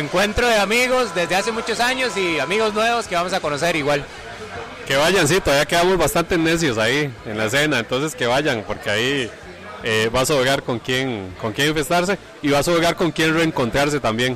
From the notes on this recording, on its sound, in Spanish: El episodio se graba en la fiesta pre-finca fest, con la participación de los organizadores del festival y algunas de las bandas que estarán presentándose en la 5ta edición del Finca Fest.